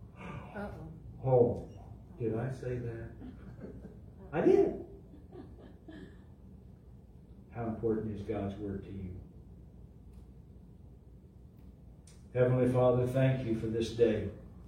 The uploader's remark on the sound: LIVE from Calvary